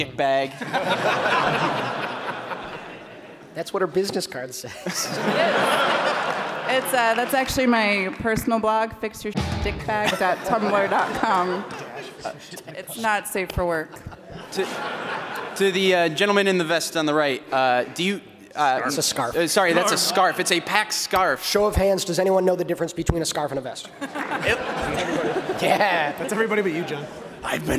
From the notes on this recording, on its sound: Pax East Panel. They're given free reign to question a captive audience in a PAX panel?